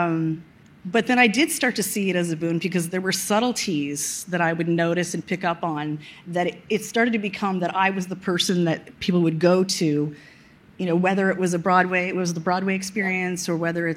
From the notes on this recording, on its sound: Recorded on March 2, 2022 at the Upfront Summit.